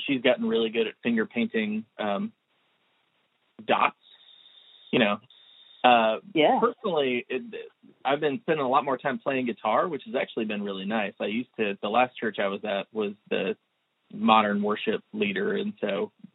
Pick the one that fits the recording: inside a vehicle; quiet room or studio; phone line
phone line